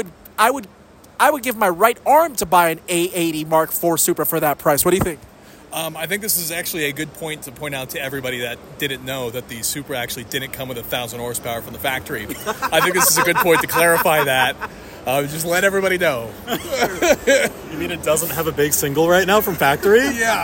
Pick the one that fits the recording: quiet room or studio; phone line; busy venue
busy venue